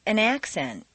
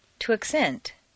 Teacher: change the stress from the first syllable for nouns to the second syllable for verbs. This is a regular, consistent change.